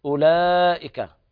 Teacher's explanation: ضم الهمزة ولام بعدها، الواو هنا لا تنطق